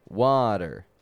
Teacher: Notice as well that it's beginning with a T, and that T is between two vowel sounds, water. So we make that T soft, like kind of like a D